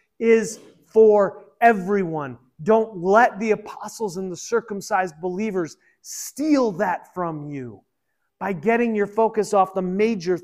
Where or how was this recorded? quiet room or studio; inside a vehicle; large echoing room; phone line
large echoing room